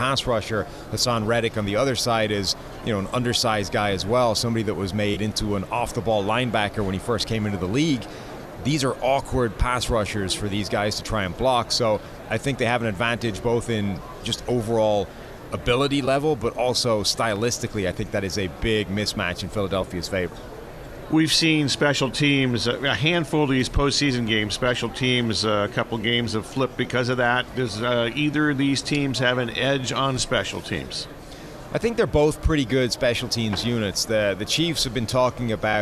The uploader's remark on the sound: Extra Point live from Super Bowl Radio Row.